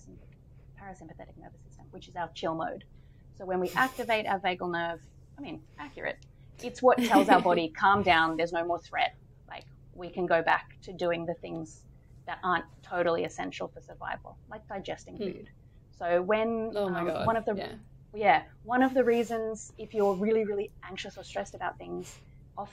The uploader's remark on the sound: Yes, our audio quality is trash right now. New mics are on the way.